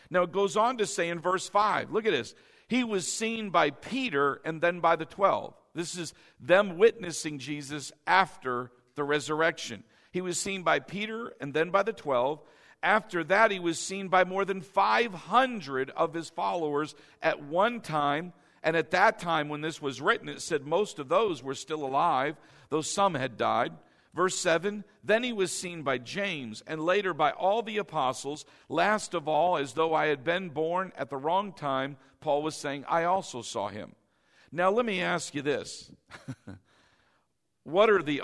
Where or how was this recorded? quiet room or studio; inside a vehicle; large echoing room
large echoing room